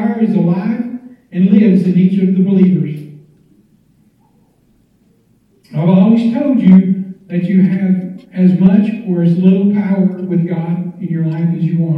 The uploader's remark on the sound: standing up in church and giving this message on Facebook Live